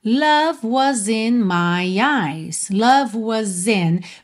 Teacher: o S acaba tendo um sonzinho de Z para ligar na vogal I